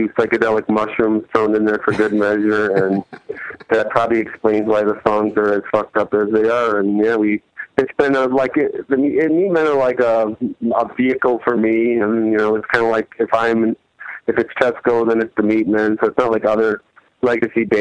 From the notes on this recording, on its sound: Phone calls.